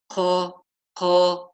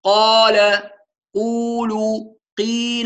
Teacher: هذا خطأ، القاف قوية مجهورة · Shown in: second take